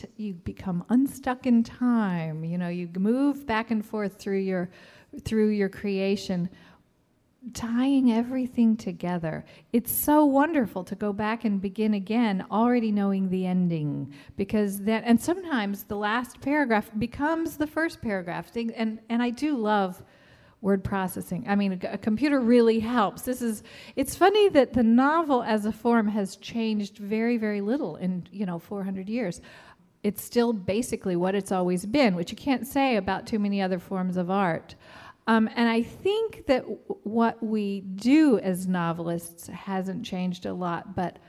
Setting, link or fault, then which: setting, live audience